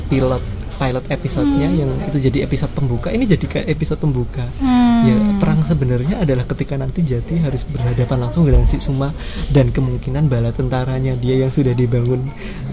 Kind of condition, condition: setting, busy venue